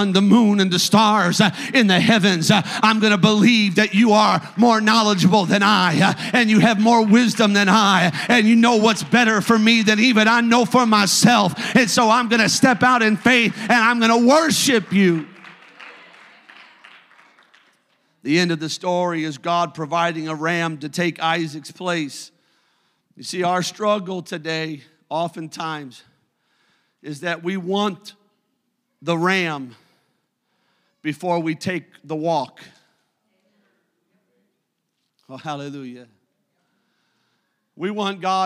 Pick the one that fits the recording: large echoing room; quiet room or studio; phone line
large echoing room